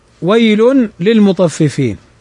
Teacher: ويل للمطففين، ويل للمطففين، فهنا تنوين بعده اللام، واللام من حروف الإدغام بغير غنة. ونلحظ ويل لي لام ولام، ولكن كلاهما متحرك، فهما متماثلان كبير، لأنهما متحركان.